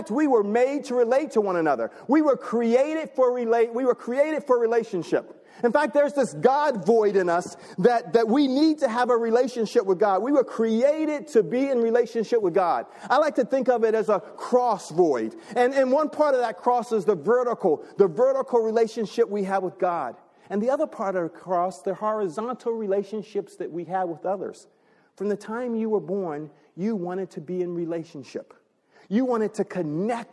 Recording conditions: large echoing room